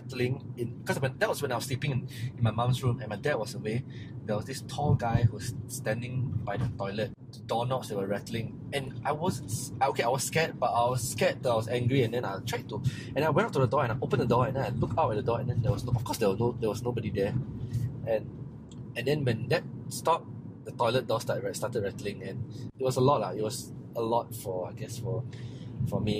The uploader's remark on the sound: This recording was done in his car while we were driving around.